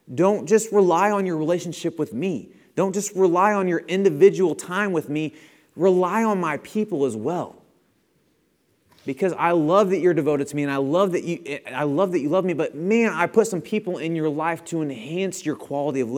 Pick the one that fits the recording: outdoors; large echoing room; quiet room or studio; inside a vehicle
large echoing room